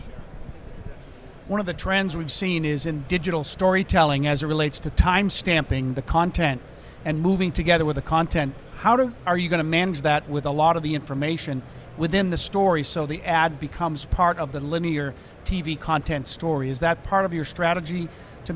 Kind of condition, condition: setting, busy venue